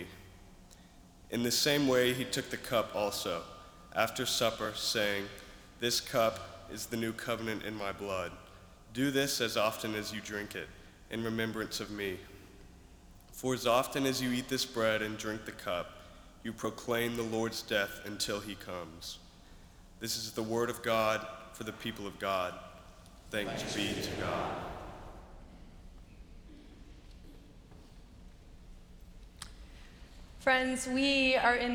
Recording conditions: large echoing room